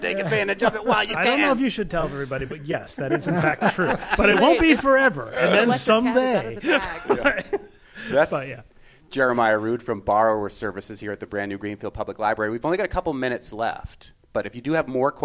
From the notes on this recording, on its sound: We broadcast live from the brand new library in Greenfield. LIVE from Greenfield Library. We head to Franklin County to share our celebrations with a whole building as we broadcast live from the brand new library in Greenfield .